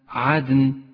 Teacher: هذه الدال تحتاج إلى قلقلة، ولذلك لونت بالأزرق الفاتح، وهي من حروف قطب جد.